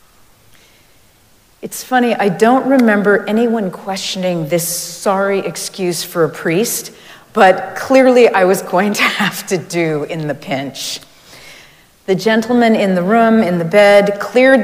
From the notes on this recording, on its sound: Recorded live at Arlington Street Church